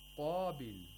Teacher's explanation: we have a letter of isti'la with the highest level of tafkhim due to the alif